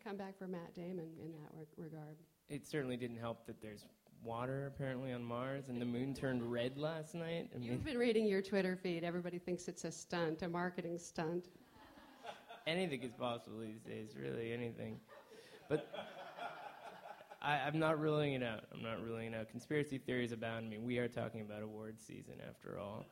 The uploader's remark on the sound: Gathered with a packed room at the New York Film Festival to record this week's episode. Which also included a lively audience Q&A. Special thanks to the Film Society of Lincoln Center for hosting this week's episode at the Elinor Bunin Munroe Film Center.